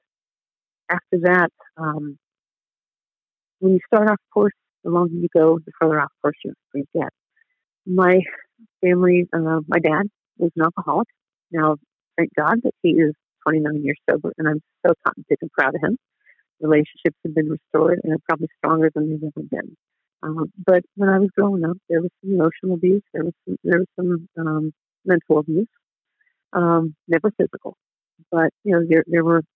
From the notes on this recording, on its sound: Phone Interview.